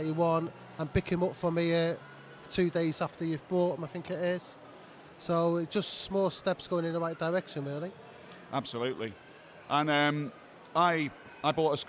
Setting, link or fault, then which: setting, busy venue